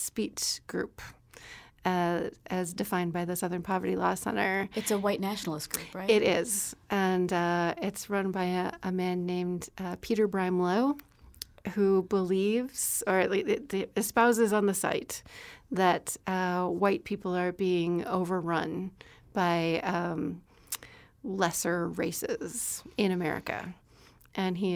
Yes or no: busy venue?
no